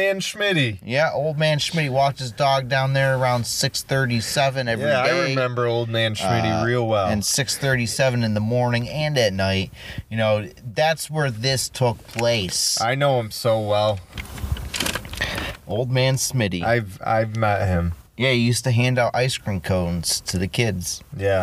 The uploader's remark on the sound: This episode was recorded at Cheshire Lake in the car.